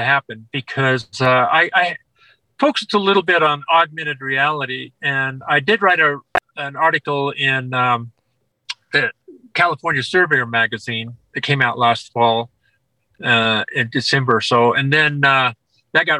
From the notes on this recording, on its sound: Our committed guest was recording from his vehicle in a rural Colorado campground hence the poor-ish audio